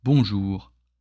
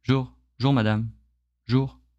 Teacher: So we emphasize the second one, we just drop the first beat and it becomes one · Shown in: second take